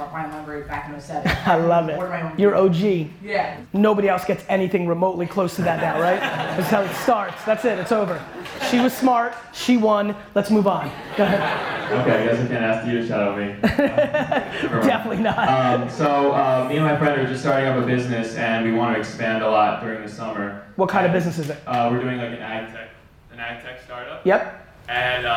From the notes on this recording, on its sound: This keynote I gave at CUNY City College